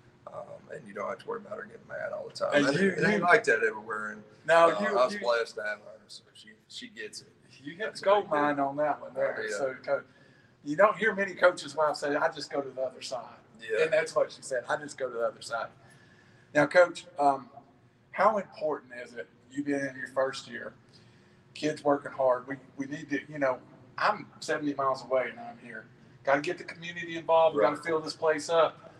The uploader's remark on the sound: Live from Wingfest 2021 from Sylvania High School